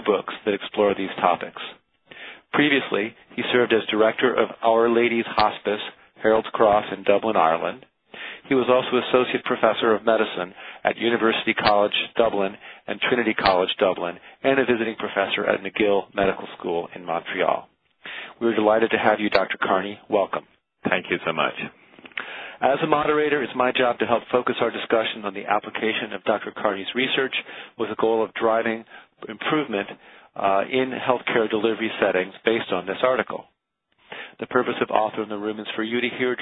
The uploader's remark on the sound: April 2009 Author in the Room® Teleconference